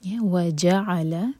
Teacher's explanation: وَجَعَلَ جب بھی تین لیٹر والا ورڈ آتا ہے اور تینوں پر فتحہ ہو تو جو پہلا لیٹر ہے اس پر تھوڑا زور دے کر پڑھا جاتا ہے تو ہم وَجَعَلَ نہیں کہیں گے وہ الگ ورڈ ہے اور جَعَلَ الگ ورڈ ہے اور عین کا فتحہ واضح ہو سکون کی آواز نہیں آنی چاہیے